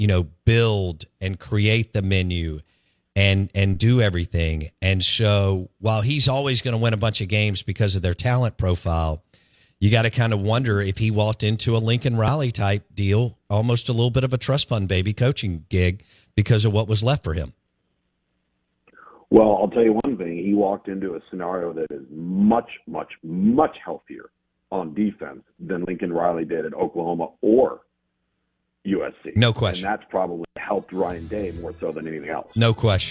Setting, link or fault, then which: link, phone line